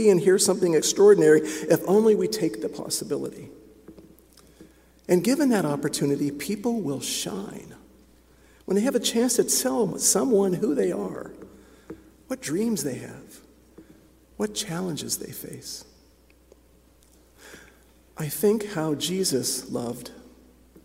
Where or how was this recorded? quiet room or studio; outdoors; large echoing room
large echoing room